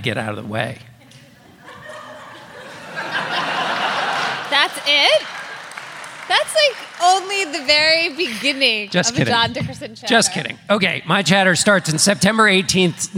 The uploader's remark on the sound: Political Gabfest: Live From Atlanta! Take listener questions live.